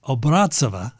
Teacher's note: And the mezzo-soprano, in other words, the woman who plays Carmen, who sings this, is Elena Obrazova, or Obrazova is probably the correct pronunciation. Accent on the second syllable.